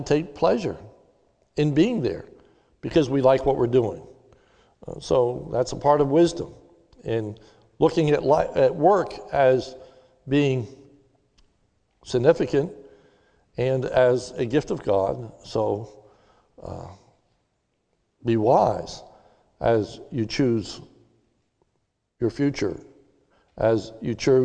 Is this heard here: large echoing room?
yes